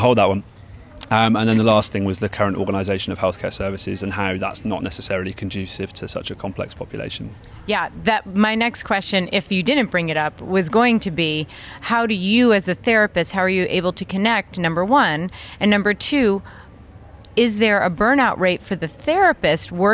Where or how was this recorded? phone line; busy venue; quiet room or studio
busy venue